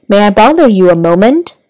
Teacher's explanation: 它是一个一般疑问句，语气在尾音处的话呢，有一个上扬